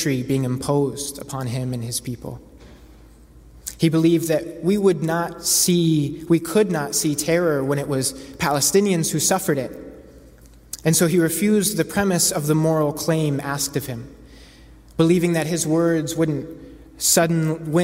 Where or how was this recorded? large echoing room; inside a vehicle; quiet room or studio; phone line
large echoing room